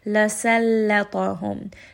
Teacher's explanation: Seen and lam are both light. Ta is going to be heavy. So we are not going to make seen heavy.